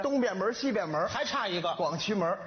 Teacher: 只有三个城门得加这儿化音